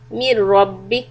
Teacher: Mir is soft, then the ra is heavy.